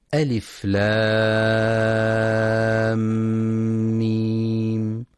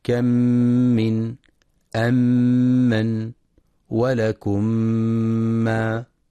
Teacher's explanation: إدخال الميم الساكنة بالميم المتحركة بحيث يصيران حال النطق بهما ميما مشددة، فيكون إدغام كامل بغنة يسمى إدغاما شفويا، وحرفه الميم فقط. · Term: الإدغام الشفوي